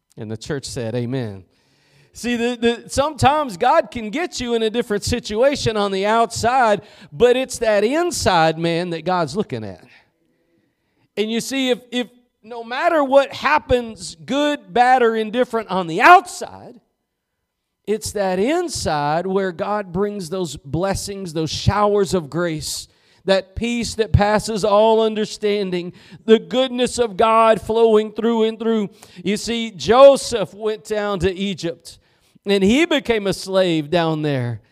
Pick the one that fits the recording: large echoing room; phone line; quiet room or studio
large echoing room